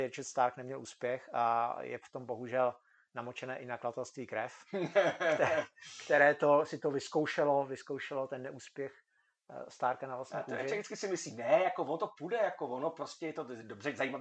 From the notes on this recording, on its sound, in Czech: Omlouváme se za slabší kvalitu zvuku.